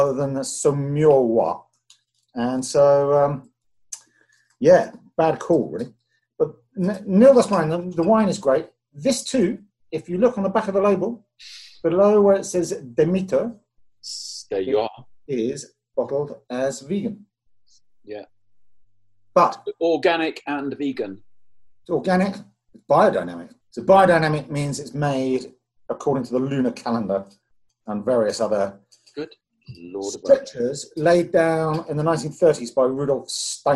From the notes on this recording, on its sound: zoom their way through their first socially distanced wine tasting